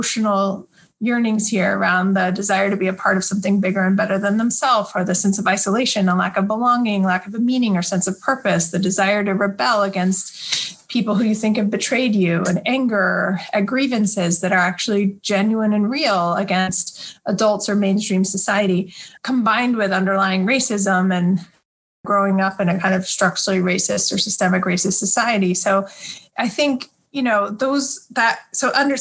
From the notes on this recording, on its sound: This episode was recorded on November 12, 2020 via Zoom.